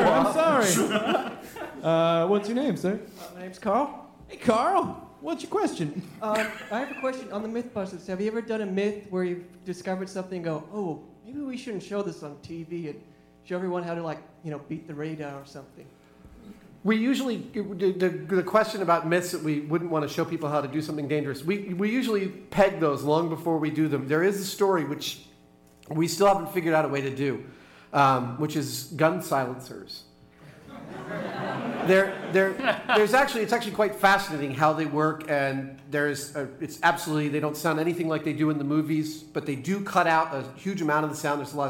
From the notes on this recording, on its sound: This was recorded at Largo in Los Angeles on April 5th, 2010 in front of a kick-ass crowd of delightful humans. Our very first live podcast! This was recorded at Largo in Los Angeles on April 5th, 2010 in front of a kick-ass crowd of delightful humans. We made it a little longer than a normal podcast by incorporating live performances and taking Q & A from them at the end.